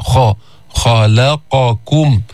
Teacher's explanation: يعني اللسان لا يلتصق بالحنك الأعلى، بيرتفع أقصى اللسان لأنه في استعلاء · Term: استعلاء الخاء